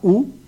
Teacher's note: Kaj kvine la u, kiu estas fermita kaj malantaŭa